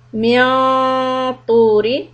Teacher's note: heavy ikhfa, back of the tongue up for letter ta